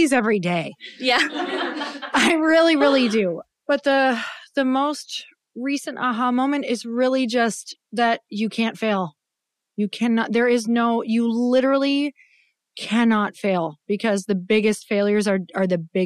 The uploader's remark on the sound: Taking questions from the live audience is one of our favorite parts of the Living Room Session.